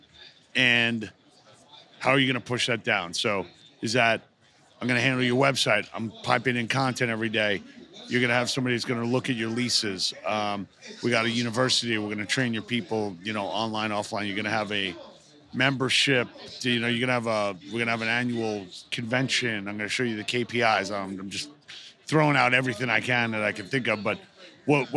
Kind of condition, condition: setting, busy venue